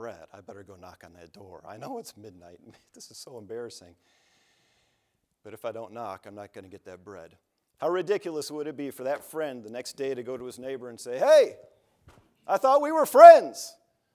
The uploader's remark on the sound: from the chapel platform at Baptist College of Ministry